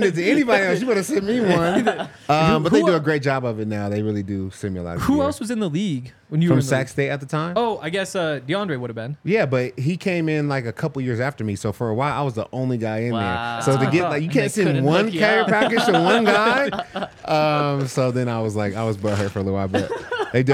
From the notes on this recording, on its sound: coming to you LIVE from the DNVR Bar